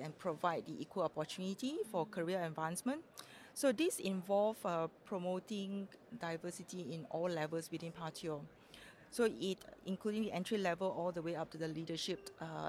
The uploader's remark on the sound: In this special episode recorded at Sibos in Toronto.